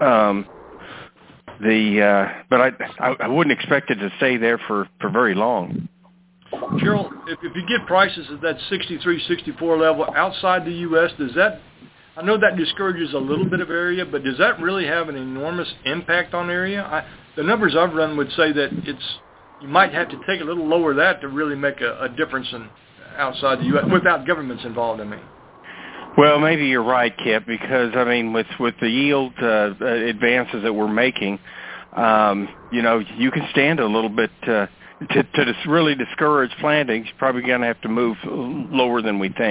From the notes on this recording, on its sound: Monthly Conference Call